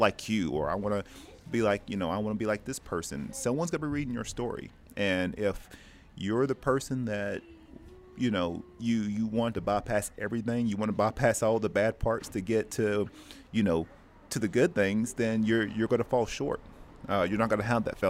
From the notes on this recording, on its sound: In this episode, we recorded live from Panels Comics and Coffee in Oceanside, Ca.